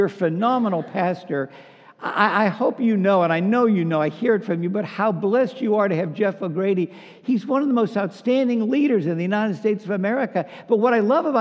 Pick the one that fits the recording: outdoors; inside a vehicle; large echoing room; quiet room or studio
large echoing room